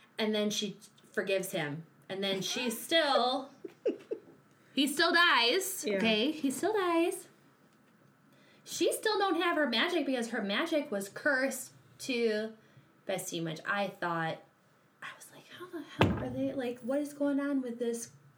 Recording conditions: background noise